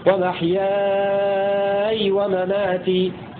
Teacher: إذا سكننا الياء وقبلها ألف يصير مد لازم كلمي مخصص فيمد ست حركات لورش ومحياي ومماتي.